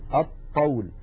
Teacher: فإذا يحولون لام التعريف إلى الحرف الذي جاء بعدها، مثلا هذا المثال الطول، يحولون اللام إلى طاء فيصير عندي طاءان، طاء ساكنة وطاء متحركة أي متماثلان، والأول ساكن فيدغمون الطاء الأولى في الثانية فيقولون الطول. · Term: اللام الشمسية